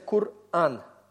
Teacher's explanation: когда вы видите алеф в середине слова, то вам нужно как бы остановиться. Сделать остановку и гласную начать с твердой атаки. · Term: Гортанная смычка